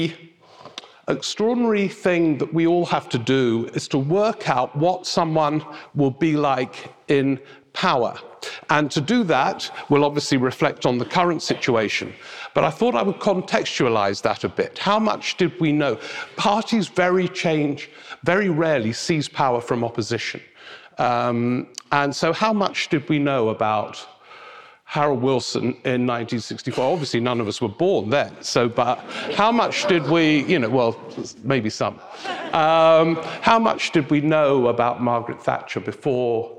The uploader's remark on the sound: Rock N Roll Politics Live At Kings Place. It was a packed house at Kings Place this December for a live Rock N Roll Politics: The Festive Special.